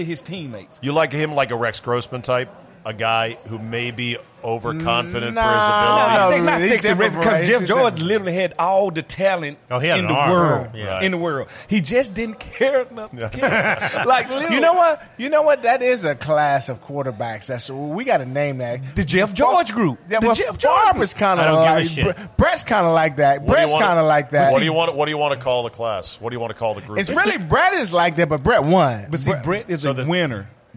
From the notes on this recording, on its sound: Plausibly Live From DC Prime Steakhouse in Ashburn, VA.